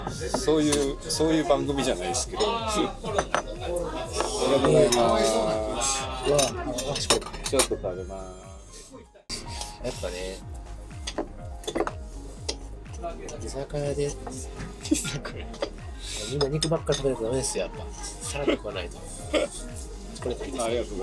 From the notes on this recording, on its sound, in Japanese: 大阪中津の COVOJEANよりお届けします。撮影許可を頂いて店内での収録ですが、他のお客様の会話音声も聞こえます。お聞きづらい部分もあるかと思いますが、ご了承ください。